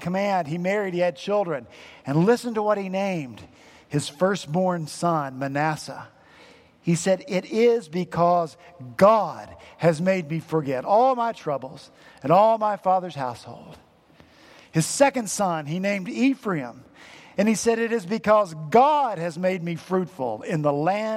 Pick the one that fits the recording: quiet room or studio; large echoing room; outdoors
large echoing room